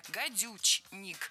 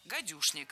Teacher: Гадюшник пишется с ч, гадючник, но произносится с ш, гадюшник. · Shown in: second take